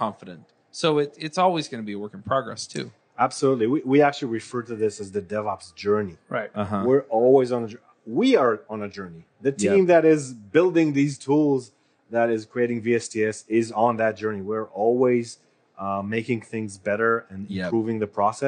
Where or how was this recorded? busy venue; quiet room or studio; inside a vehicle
busy venue